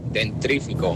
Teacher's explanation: sí creo que nos sale a casi todos el sacar esa R detrás de la T